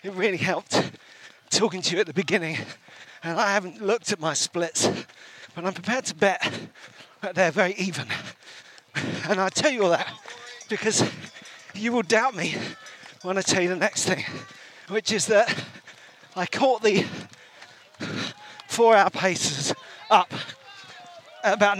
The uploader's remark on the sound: live and direct from the 2023 Brighton Marathon